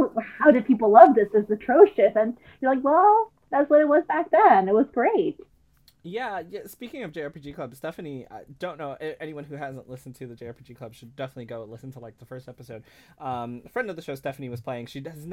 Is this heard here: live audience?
no